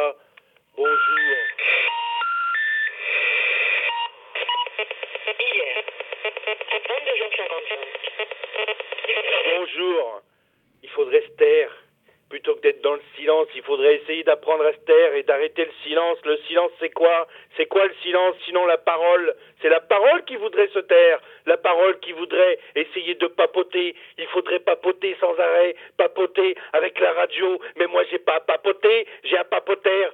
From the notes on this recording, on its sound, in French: Org a fixé un rendez-vous téléphonique. Malheureusement, il ne décroche pas. Le répondeur s'enclenche.